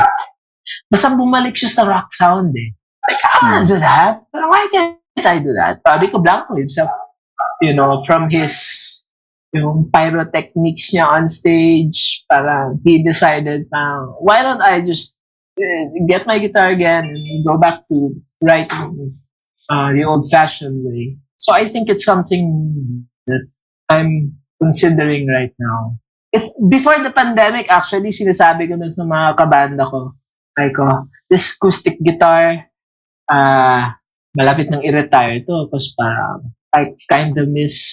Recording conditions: video call